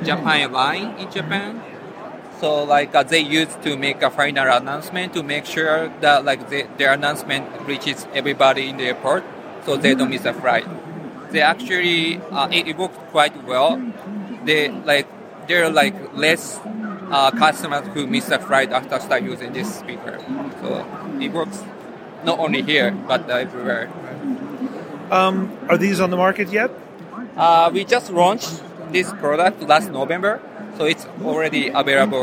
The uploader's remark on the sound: In Las Vegas at Showstoppers at CES, we saw and heard a demo of the technology behind the Mirai speaker from SoundFun that was more than surprising. Audio demos are always difficult in a conference environment, which made this one that much more impressive.